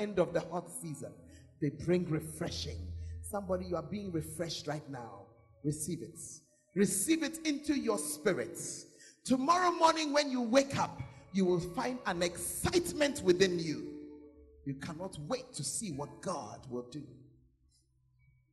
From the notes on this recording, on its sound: Preached at the Makarios Conference; Berekum